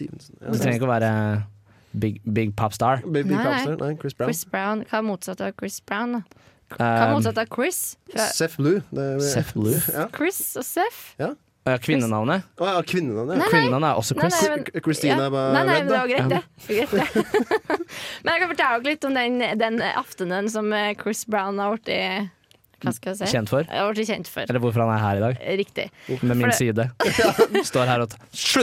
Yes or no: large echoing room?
no